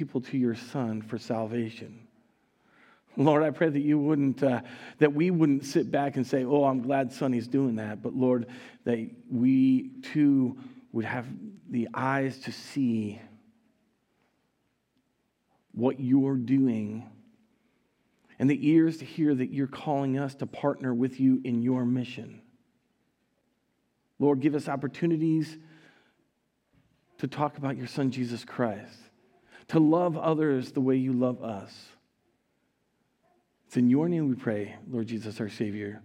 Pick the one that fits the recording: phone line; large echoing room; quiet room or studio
large echoing room